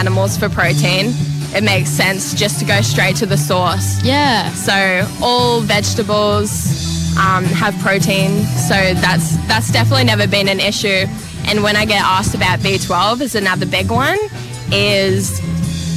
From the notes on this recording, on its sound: Today we will be featuring the Outside Live Broadcast from the music festival.